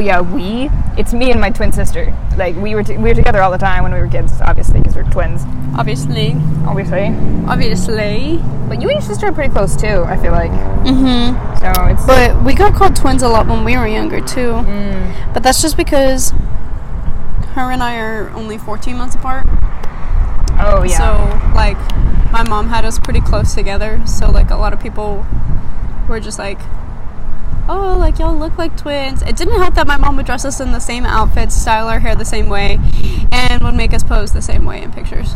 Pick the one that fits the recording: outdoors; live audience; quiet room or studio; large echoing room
outdoors